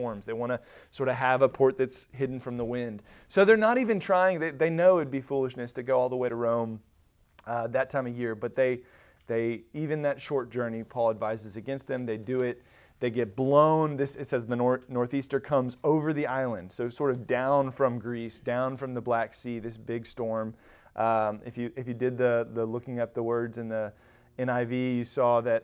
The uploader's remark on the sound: Recorded at Emmaus Church in Buford, GA